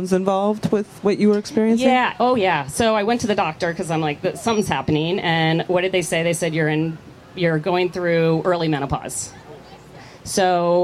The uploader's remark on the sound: Live from VinFast Ironman World Championship